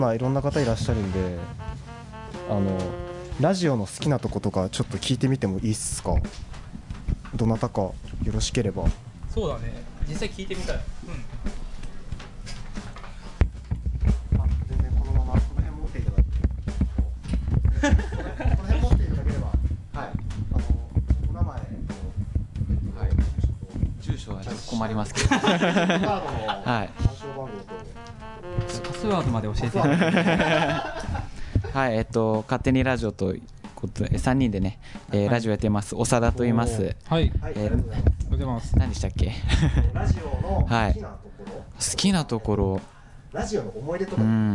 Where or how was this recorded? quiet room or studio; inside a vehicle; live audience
live audience